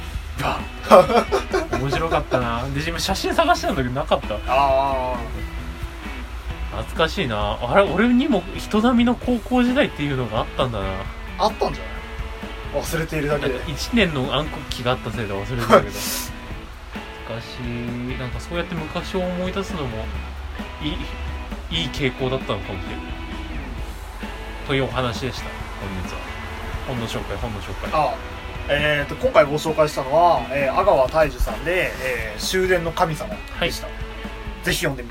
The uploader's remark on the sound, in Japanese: 録音機材：iPhone7